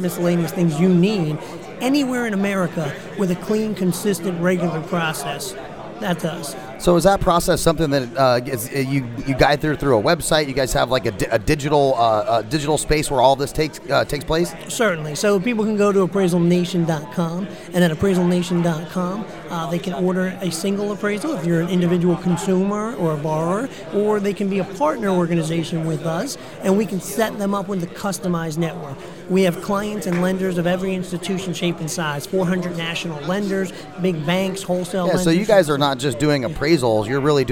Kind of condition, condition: setting, busy venue